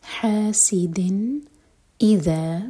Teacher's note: جب ہم اظہار کریں گے تو نون کا ساؤنڈ کلیئر آئے گا نون کے ساؤنڈ کو نہ تو ہولڈ کریں گے اور نہ